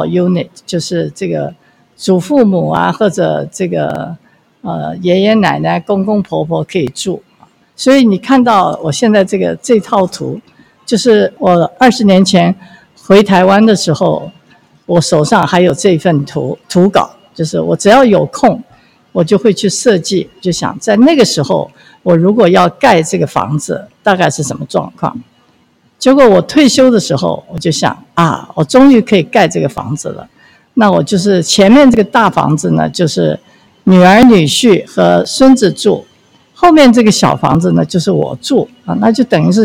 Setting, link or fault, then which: setting, outdoors